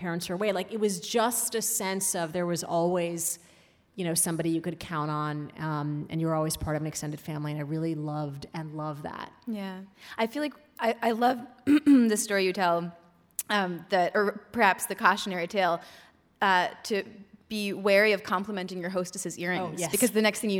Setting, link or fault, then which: setting, live audience